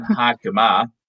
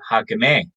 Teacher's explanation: a lot of as are rendered eh in the Ila dialect · Shown in: second take